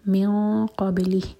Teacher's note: اخفاء قاف کے لیے زبان تیار کریں گے نون کی مخرج کو ٹچ نہیں کریں گے اور دو سیکنڈس کا ٹائم دیں گے